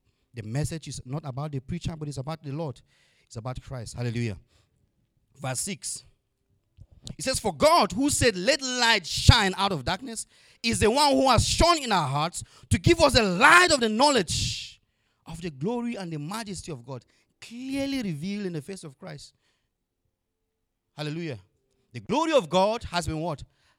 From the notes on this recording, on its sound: Audio recording of the sermon on Sunday 13, March 2022